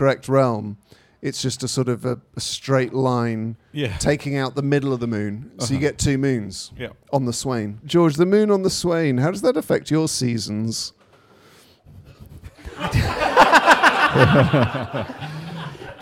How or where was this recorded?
busy venue